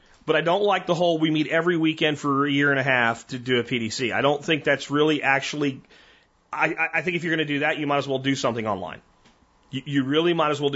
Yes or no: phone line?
yes